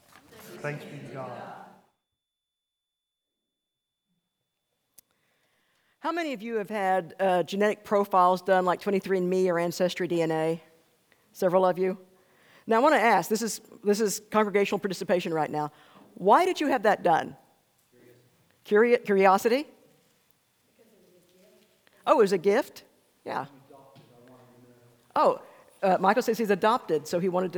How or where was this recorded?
large echoing room